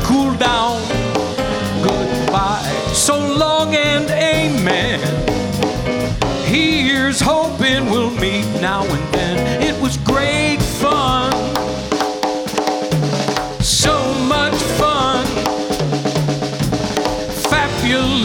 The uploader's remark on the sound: Live at the South Point Casino